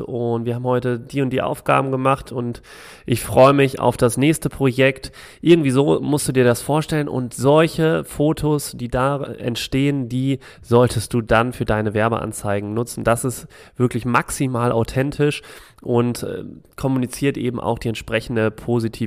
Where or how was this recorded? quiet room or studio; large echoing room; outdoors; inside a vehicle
quiet room or studio